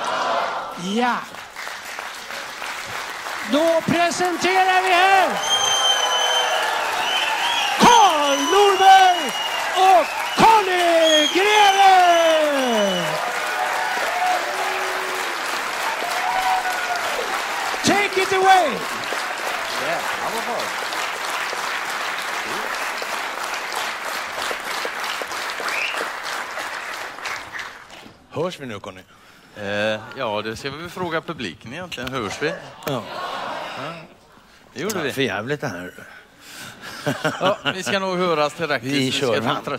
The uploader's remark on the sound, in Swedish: Detta är den inspelade finalen på Circus i Stockholm